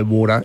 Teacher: T is becoming D. It's a rapid D.